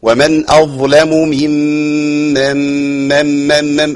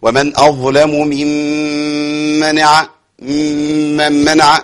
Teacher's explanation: ممن منع كده انا جبت غنة واحدة بس طويلة شوية لا لازم افصل بين الغنتين بالهيئة بتاعة الحركة · Shown in: first take · ومن اظلم ممن الحركة اللي بعملها ديت هيئة الايه الكسر الكسر